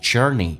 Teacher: life journey 重度卷舌，卷得慢一点点